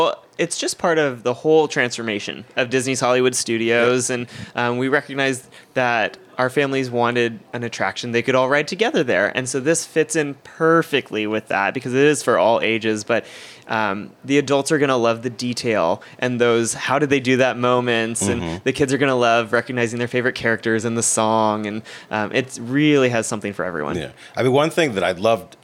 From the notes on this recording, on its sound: We interview so many great guests LIVE from Disney's Riviera Resort.